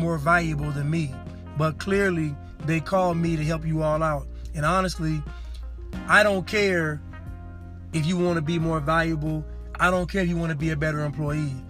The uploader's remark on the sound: Casting from the car...again.